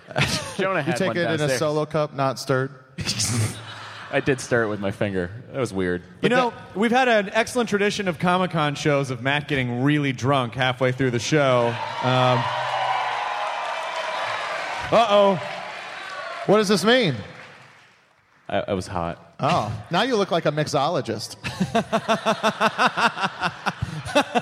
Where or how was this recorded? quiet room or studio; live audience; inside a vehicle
live audience